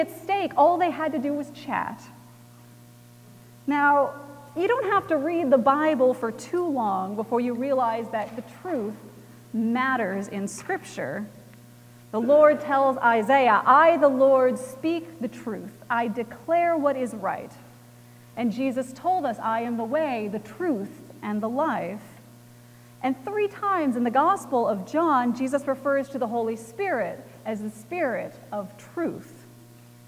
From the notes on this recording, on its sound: Recorded January 28, 2018 at Trinity Presbyterian Church in Bixby, Okla.